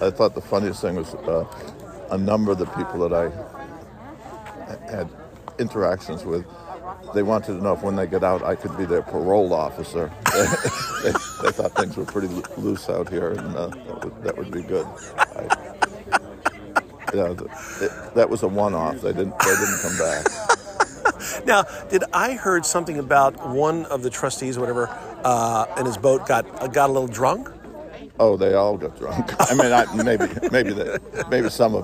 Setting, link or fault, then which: setting, outdoors